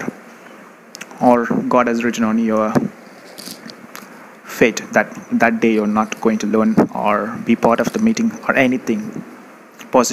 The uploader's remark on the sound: Live audio has been captured from the spot so as to provide a real feel.